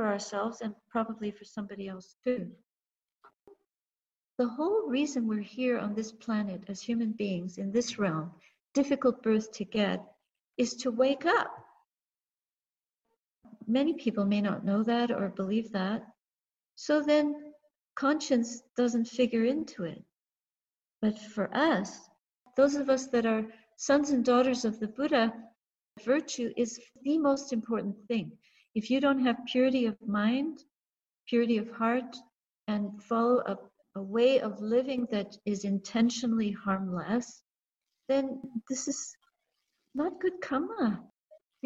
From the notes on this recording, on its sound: A talk given in a Toronto Theravada Buddhist Community (TBC) zoom during the COVID-19 pandemic.